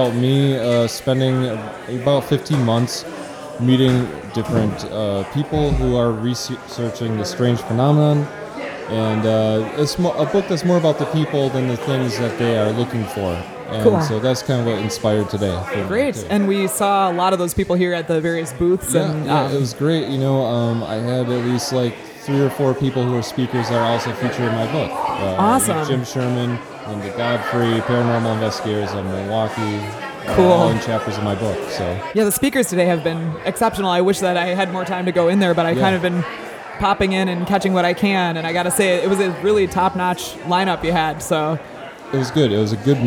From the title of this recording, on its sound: Behind the Scenes at Milwaukee Paranormal Conference 2015